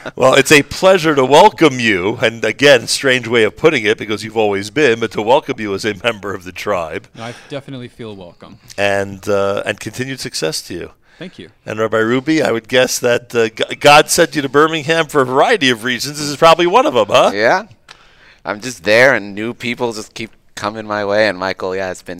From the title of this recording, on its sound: Live from Beth Jacob Atlanta (Day 2)